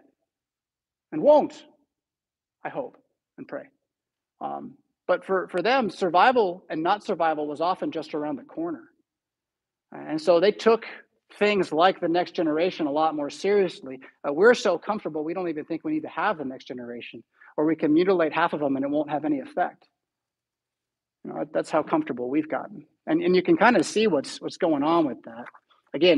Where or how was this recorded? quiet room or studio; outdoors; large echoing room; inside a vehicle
large echoing room